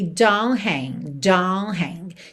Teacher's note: a gente não ouve nem rastro do T de don't